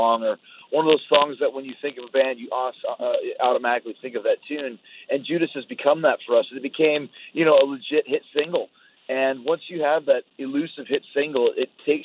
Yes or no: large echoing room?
no